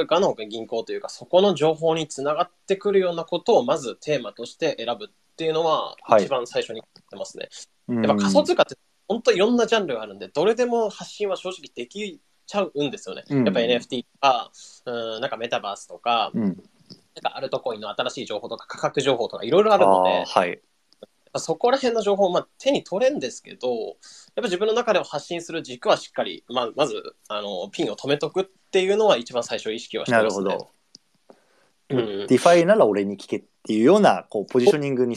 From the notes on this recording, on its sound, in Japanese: スペース対談の録音です。